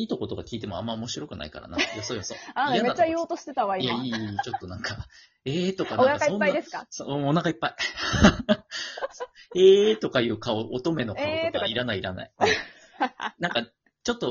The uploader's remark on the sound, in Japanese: リモート収録。Radiotalk。